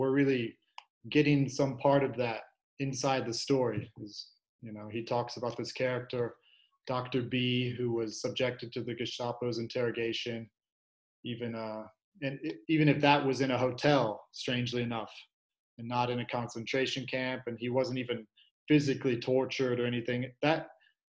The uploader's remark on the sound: recorded on Zoom so the audio goes in and out, especially near the end